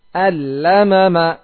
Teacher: Enggak boleh dibaca gunnah seperti al-lamama. Enggak ada gunnah.